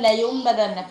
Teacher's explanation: هجيبها معاها غنه، غنه كده مقدارها حركتين · Term: الإقلاب